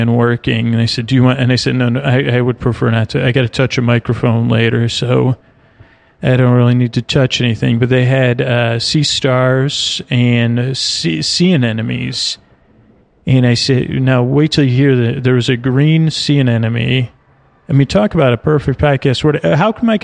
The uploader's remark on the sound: Sea Life Orlando | On Location